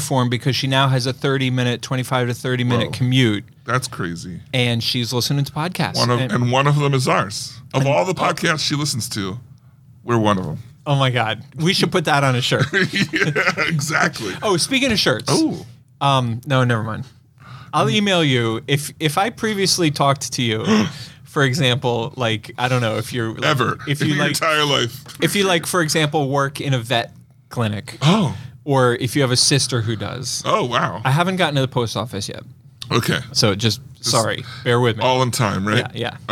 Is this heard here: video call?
no